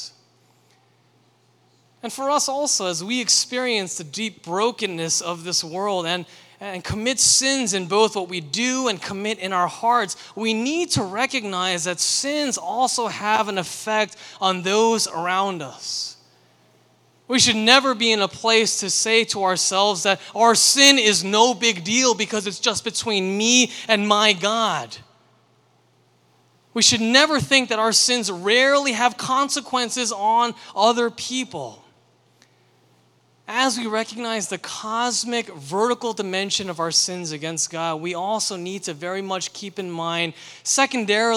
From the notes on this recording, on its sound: sermon for Liberti River Wards' June 25, 2023, Sunday worship service